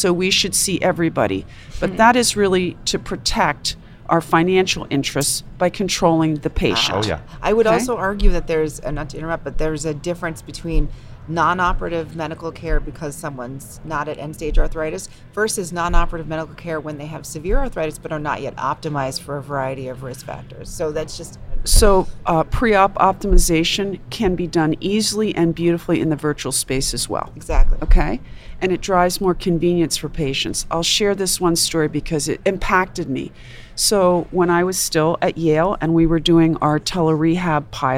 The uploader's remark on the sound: recorded at the 2021 AAHKS Annual Meeting